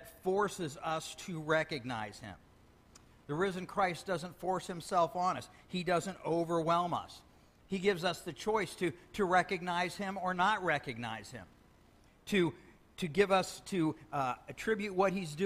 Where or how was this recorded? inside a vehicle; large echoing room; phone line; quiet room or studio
large echoing room